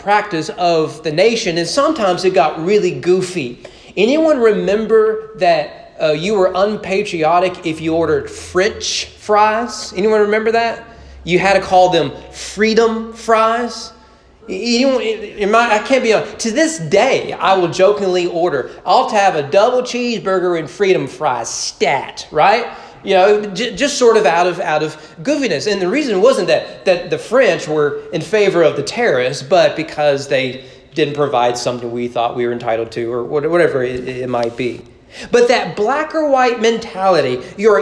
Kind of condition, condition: setting, large echoing room